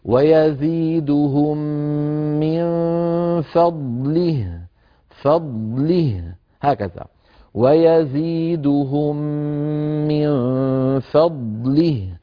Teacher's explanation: فضله هكذا ويزيدهم من فضله بضاد واضحة ساكنة ليس لها توابع ولا من مكسورة كسرا كاملا وهاء ساكنة رخوة